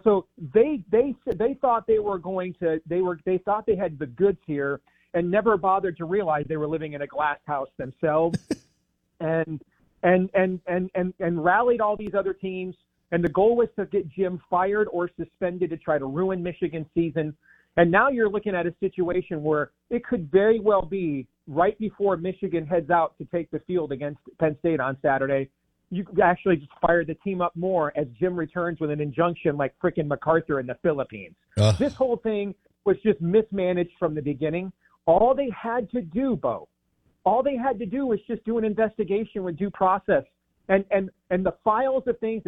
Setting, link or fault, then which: link, phone line